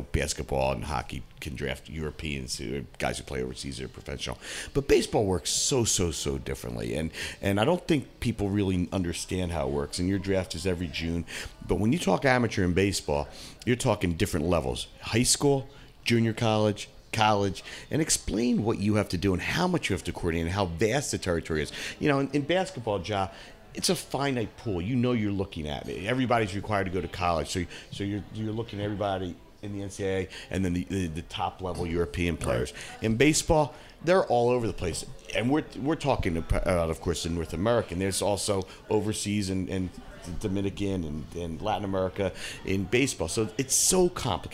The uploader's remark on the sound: Live from Somo SoPhi